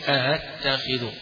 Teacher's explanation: يبقى الأولى همزة، الثانية همزة مخففة